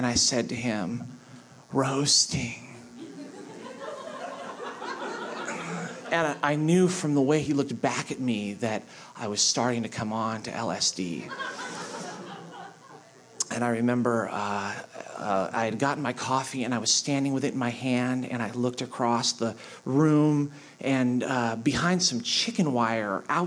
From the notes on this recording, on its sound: This piece was recorded at Un-Cabaret's series "Say the Word", featuring great comedy writers reading their own original first-person nonfiction.